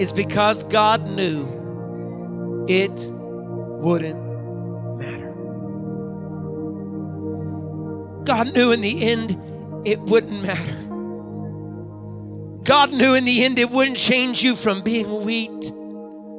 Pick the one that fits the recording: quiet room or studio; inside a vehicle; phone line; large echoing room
large echoing room